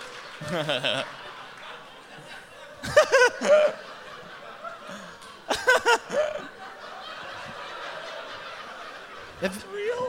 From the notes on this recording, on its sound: Live from the Gramercy Theatre in NYC